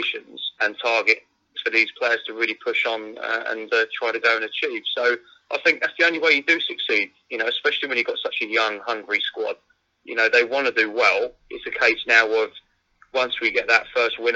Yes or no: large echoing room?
no